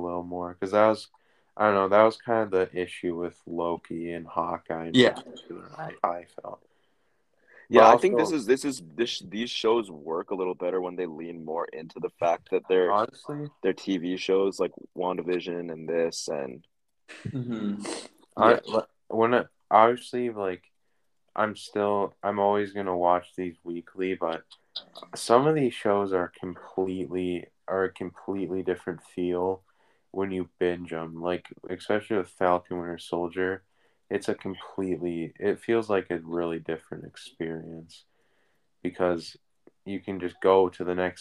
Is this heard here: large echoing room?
no